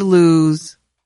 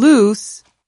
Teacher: In speaking, both words use the vowel sound oo. But lose ends in the z sound, while loose ends in the s sound